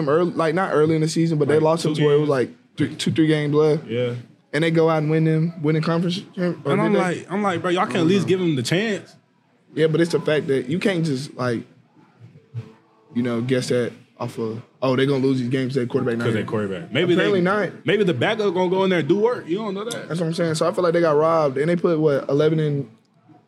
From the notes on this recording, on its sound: Recorded at Eskimo Joe's